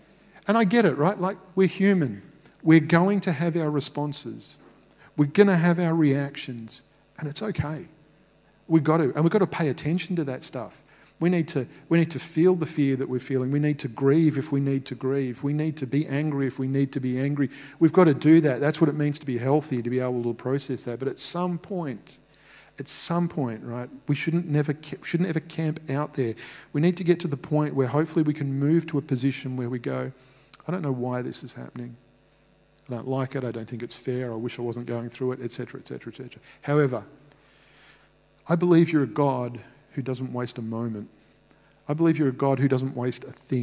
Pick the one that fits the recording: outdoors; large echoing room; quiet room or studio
large echoing room